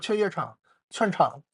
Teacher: 比如说那个三个字的词，他会把中间的字儿啊给你吃掉啊 · Term: 吃字儿